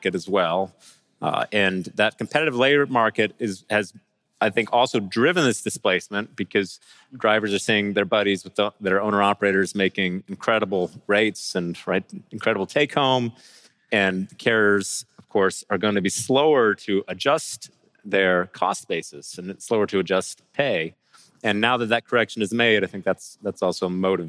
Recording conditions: busy venue